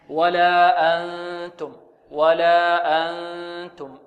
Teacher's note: حكمها الإخفاء، نون بعدها تاء حكمها الإخفاء، لا بد هنا من الغنة